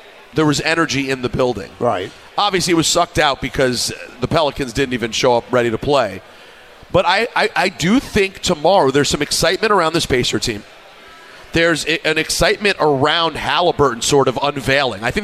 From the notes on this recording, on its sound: The show is live at Your Mother's House in Garden City Park, Long Island for the TMKS Holiday Party.